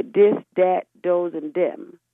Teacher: So they replaced, in some words, they took the TH out and replaced it with a D